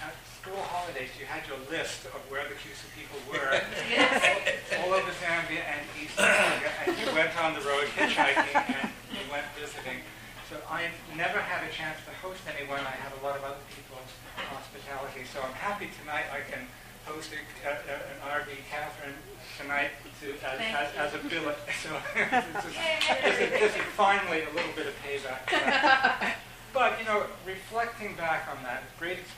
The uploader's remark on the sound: This podcast was recorded during CUSO-VSO's 50th Anniversary Kick-off celebrations in Victoria, BC.